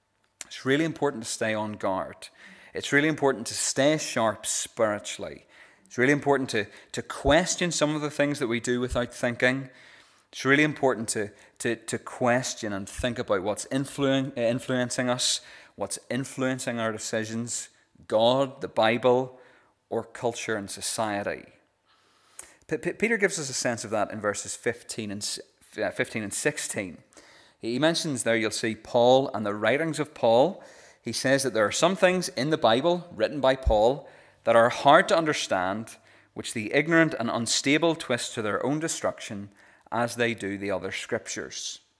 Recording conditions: large echoing room